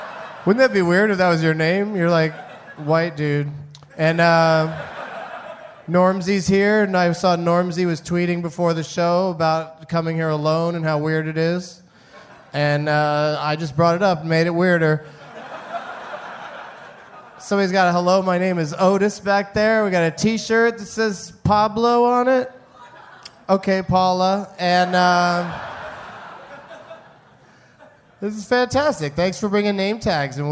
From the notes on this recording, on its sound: Recorded at Parlor Live Comedy Club in Bellevue, Washington on April 3rd, 2011.